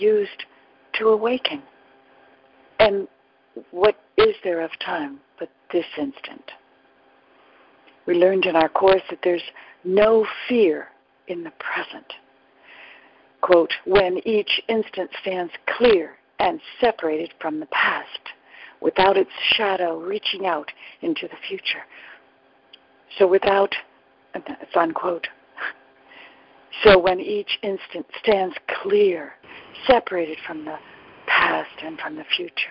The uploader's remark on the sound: ACIM Daily Conference Call